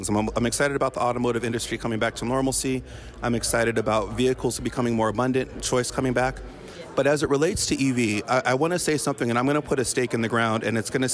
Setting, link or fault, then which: setting, busy venue